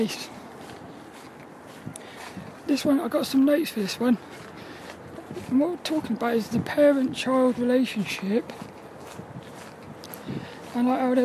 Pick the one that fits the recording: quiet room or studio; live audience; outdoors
outdoors